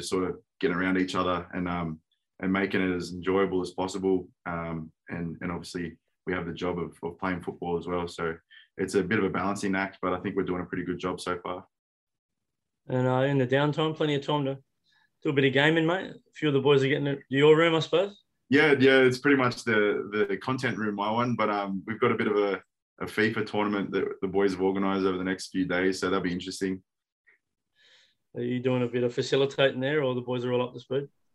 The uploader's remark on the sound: Chat to the media via Zoom.